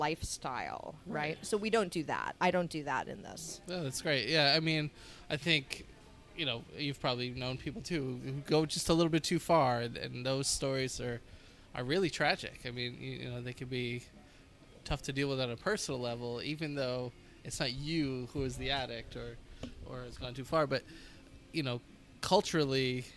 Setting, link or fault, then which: setting, busy venue